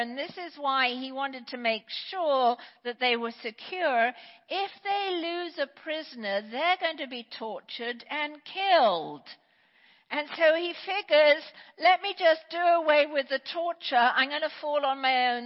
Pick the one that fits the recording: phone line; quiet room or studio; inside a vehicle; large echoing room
large echoing room